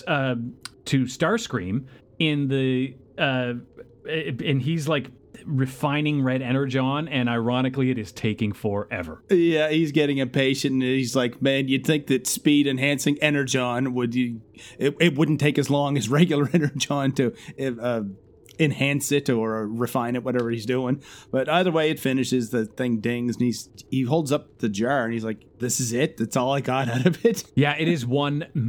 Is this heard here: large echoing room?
no